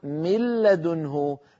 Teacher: الأمر الثاني بحيث يصيران حرفا واحدا مشددا من جنس الثاني، إذن لم يعد هناك حرفان، يعني أنا لما أقول من لدنه، من لدنه، فهنا أنا ألف ظنون بعدها لام، لكن لما أقول من لدنه ملا فأكون قد حولت النون إلى لام ساكنة، النون الساكنة حولتها إلى لام ساكنة، وأدغمت اللام الساكنة في اللام المتحركة التي بعدها، فصار النطق بلام واحدة مشددة · Term: الإدغام